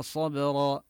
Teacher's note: وننتبه هنا لقلقلة الباء ونقف بالألف